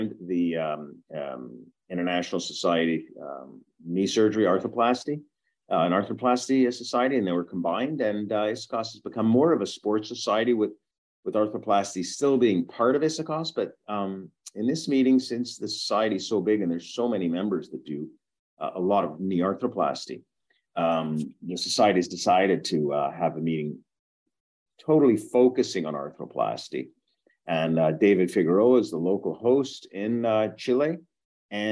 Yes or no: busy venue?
no